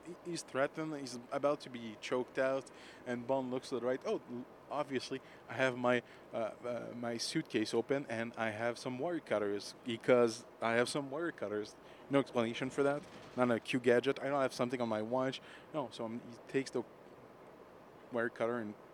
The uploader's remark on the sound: We recorded in the train on our way to Toronto for the Casino Royale in concert event.